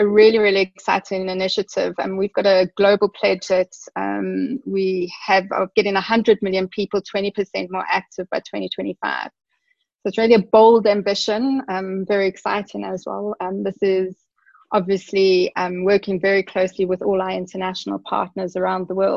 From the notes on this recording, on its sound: via a Zoom call